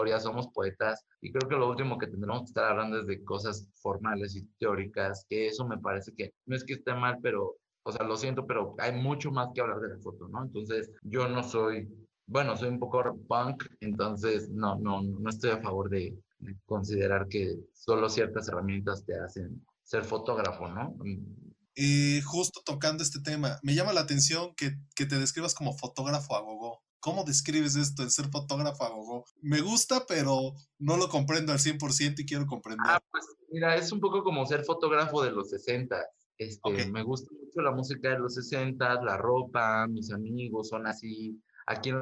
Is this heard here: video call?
yes